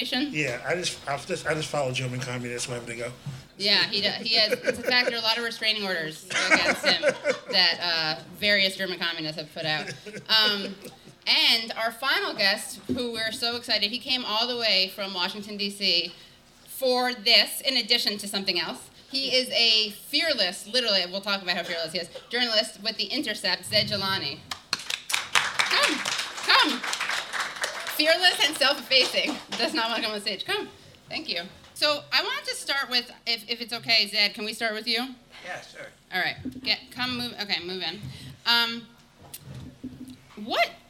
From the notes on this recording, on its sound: In this live show